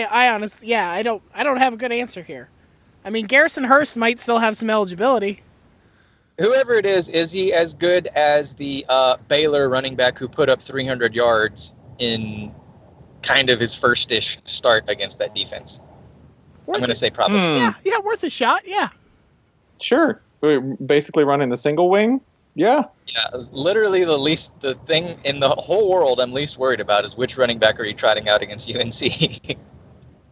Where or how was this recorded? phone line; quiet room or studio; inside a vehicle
inside a vehicle